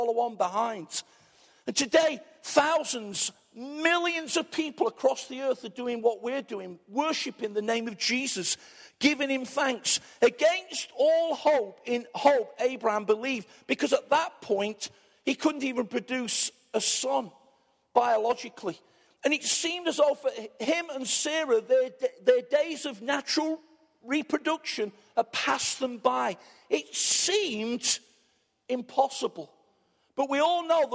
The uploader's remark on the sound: Arena Church Ilkeston